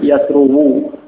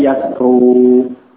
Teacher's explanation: Hanya saja karena itu sulit untuk diucapkan dhammah pada wawu yang sebelumnya dhammah seperti ini, maka dhammah pada wawu kemudian ditakdirkan, dihilangkan secara lafal, tidak ditampakkan sehingga dia menjadi sukun · Shown in: second take